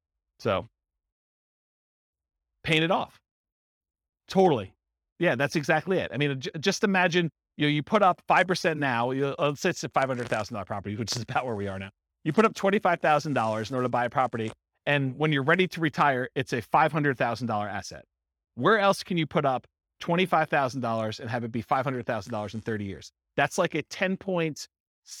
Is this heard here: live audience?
yes